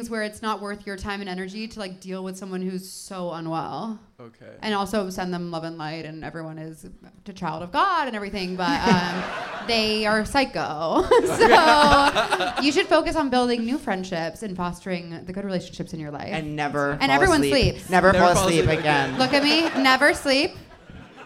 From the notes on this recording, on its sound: Seek Treatment Live: Teragram Ballroom. Answer more letters for help live in Los Angeles.